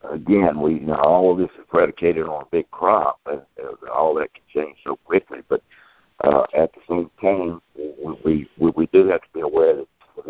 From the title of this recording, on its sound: Monthly Conference Call